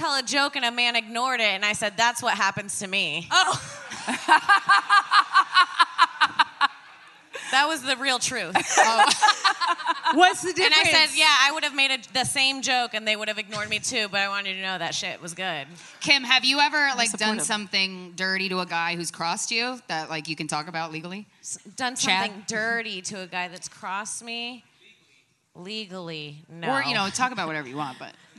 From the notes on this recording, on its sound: live from Skankfest South in Houston, Texas.